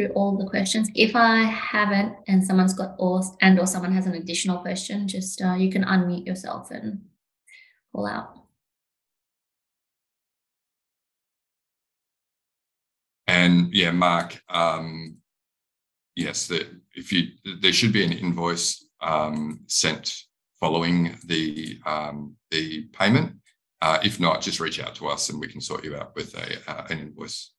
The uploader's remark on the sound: a recorded webinar